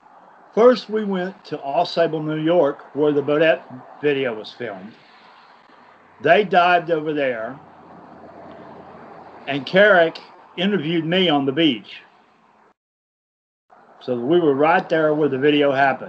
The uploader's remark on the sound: on location at lake Champlain